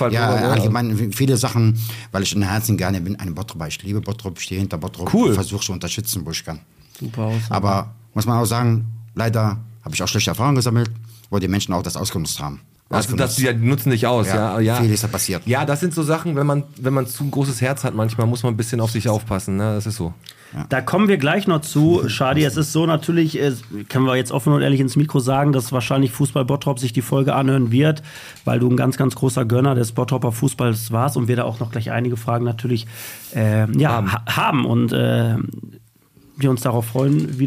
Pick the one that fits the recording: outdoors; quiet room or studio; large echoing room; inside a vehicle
quiet room or studio